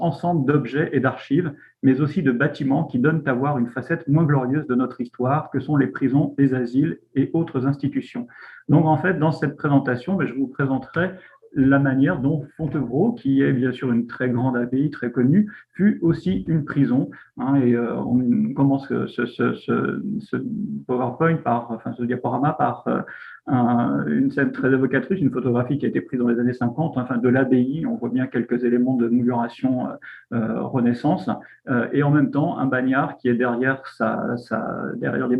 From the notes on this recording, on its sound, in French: Enregistré sur Zoom le 4 février 2021